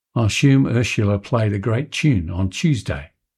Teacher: an Australian exhibiting yod coalescence on the name Ursula, combining the S and Y into SH